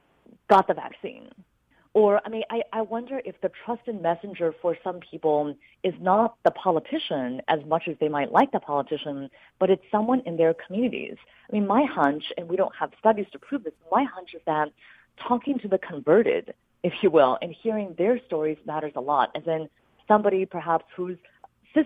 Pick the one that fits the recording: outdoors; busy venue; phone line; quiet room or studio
phone line